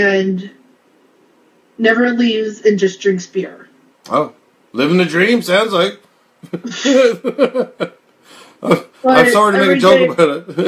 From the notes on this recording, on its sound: This episode was recorded from a live video in the PTSD Buddies Facebook group.